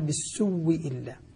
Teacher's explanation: بالسوء إلا، قال بالسوء إلا، بالسوء بالسوء، أبدل الهمزة وأدغمها فصارت من باب المتماثلين، صار عندي واو ساكنة وبعدها واو ساكنة بعدها واو مكسورة، فأدغمت الأولى في الثانية وأصبحت أصبح الواوان واوا واحدة مشددة · بالسوء إلا أبدلا لهم قالون والبزي، أبدلا الأولى، الكلام عن الأولى، ما زلنا في الهمزة الأولى، أبدلا ثم أدغما، أبدلاها واوا ثم أدغما الواو بها · Term: إبدالها مع الإدغام